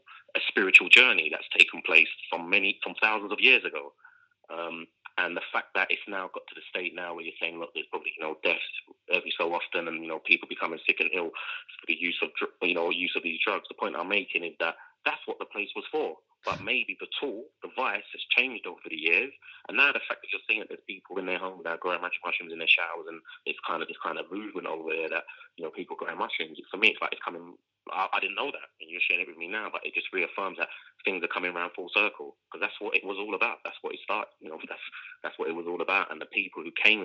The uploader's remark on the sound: joined live on the line from Amsterdam